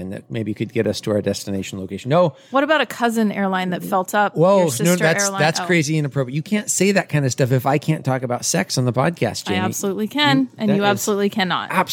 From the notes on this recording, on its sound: Thank you to the owner, manager, and A-MAZ-ING crew at the Cannon Beach Hardware Store & Public House for allowing us to record this episode on location.